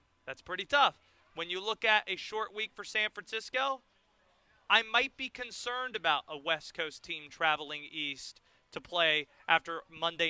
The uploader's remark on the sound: live from the Carolina Classic Fair